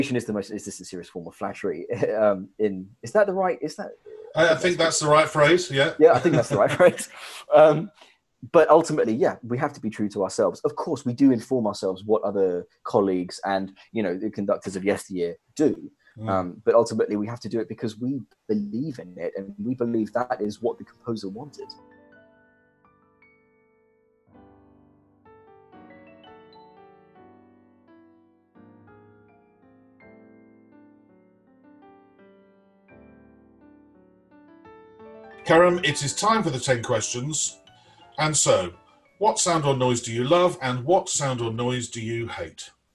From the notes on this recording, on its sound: Via Zoom.